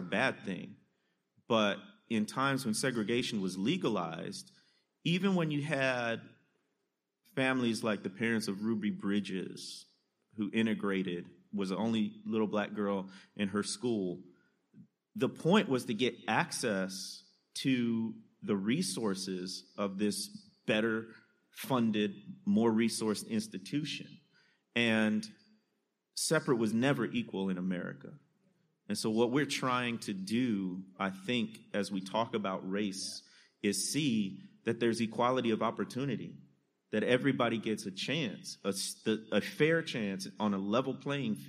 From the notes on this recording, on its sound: answering your questions from the Dallas, TX live show!